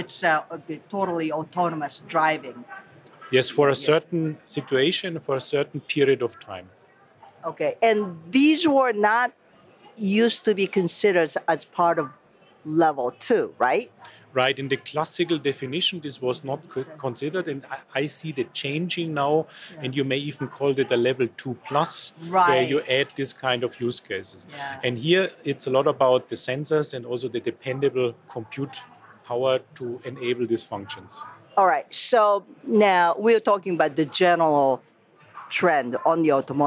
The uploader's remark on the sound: Reporting live from the Consumer Electronics Show in the Mojave Desert. Also, a live interview with executives from Infineon and Texas Instruments.